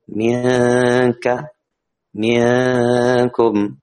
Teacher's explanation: أما مع الكاف الغنة تكون مرققة